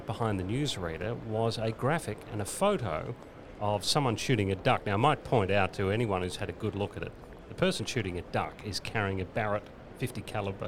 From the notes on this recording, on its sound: live from the Chairman’s Lounge the best duck hunting location in Victoria — Cape Conran Coastal Park